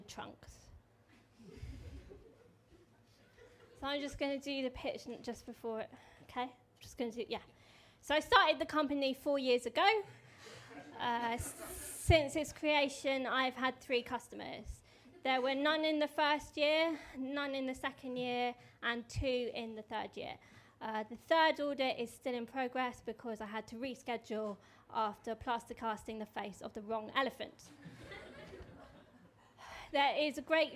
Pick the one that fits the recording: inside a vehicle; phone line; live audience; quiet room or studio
live audience